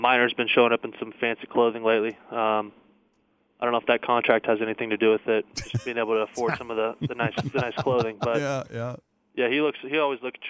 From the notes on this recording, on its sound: called